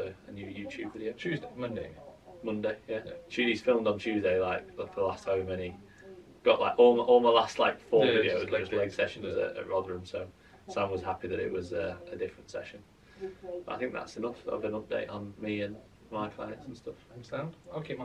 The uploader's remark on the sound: Apologies for the sub optimal audio today.